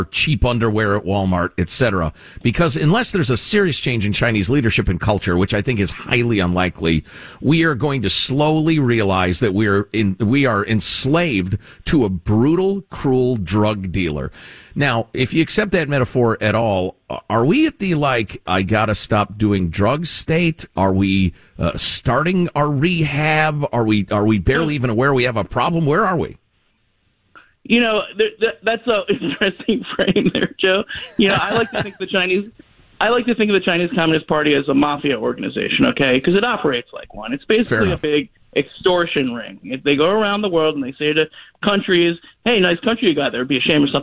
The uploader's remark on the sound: Joins the show via telephone.